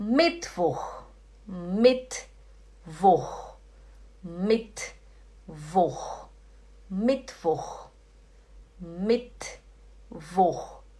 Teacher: Você tem que tentar tirar esse ti.